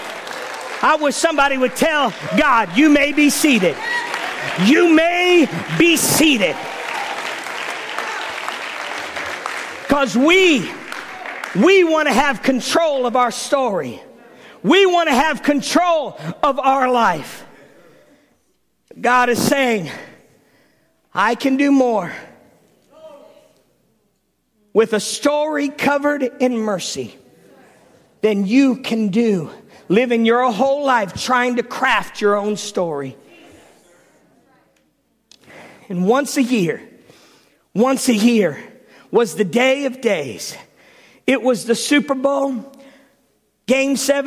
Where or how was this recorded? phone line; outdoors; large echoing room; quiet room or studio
large echoing room